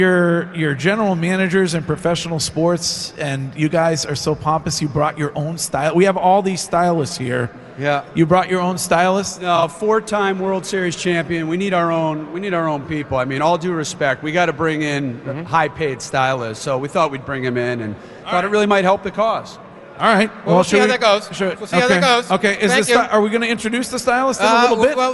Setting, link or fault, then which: setting, busy venue